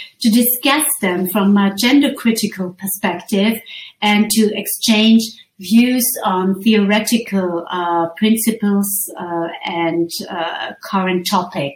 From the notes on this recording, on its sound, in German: Aufzeichnung einer online Gender Lecture